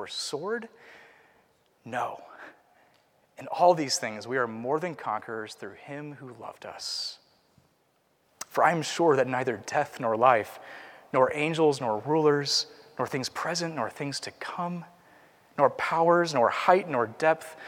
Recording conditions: large echoing room